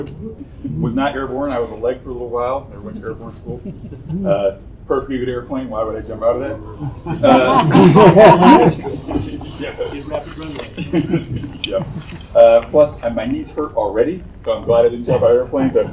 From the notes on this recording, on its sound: Recorded live at Tucson Comic-Con.